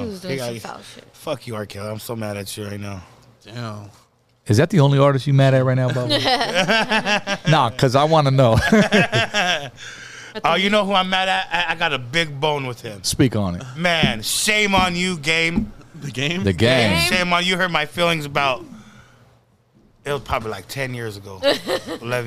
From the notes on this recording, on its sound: TODAY we are location LIVE from Bubba's Tacos in Ontario, CA!